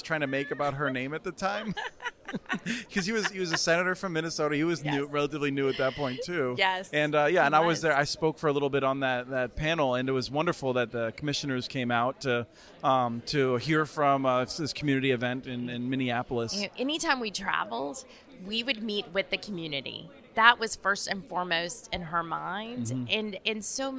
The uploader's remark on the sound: This week on the podcast, while attending the 2022 Broadband Communities Summit in Houston earlier this month